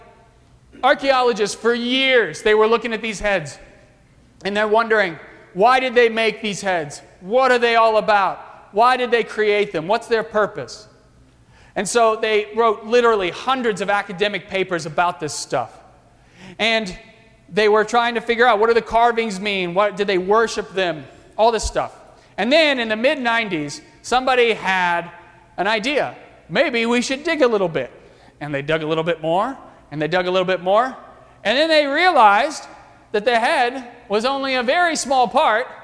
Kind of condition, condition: setting, large echoing room